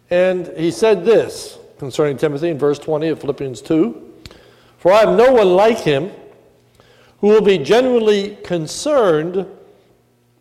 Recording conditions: large echoing room